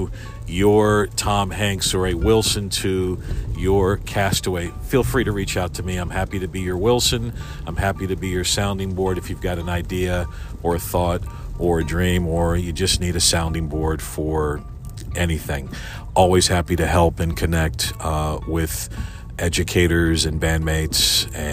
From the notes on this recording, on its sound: Another morning commute free-form episode all recorded in one take in my car